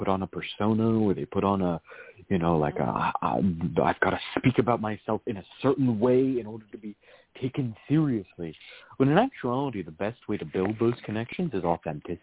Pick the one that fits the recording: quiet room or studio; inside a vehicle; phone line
phone line